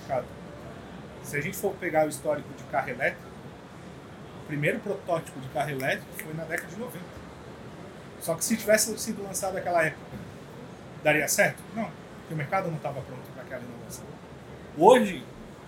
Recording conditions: busy venue